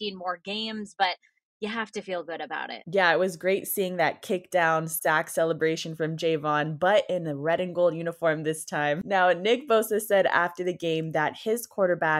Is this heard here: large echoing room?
no